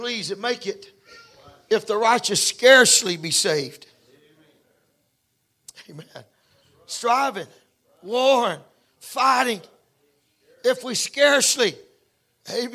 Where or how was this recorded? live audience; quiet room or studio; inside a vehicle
live audience